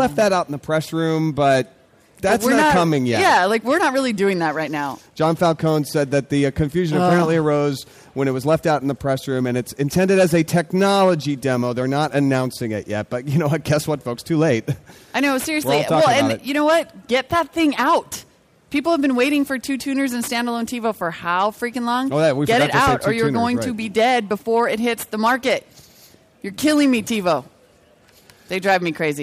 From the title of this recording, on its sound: Special Saturday show from CES!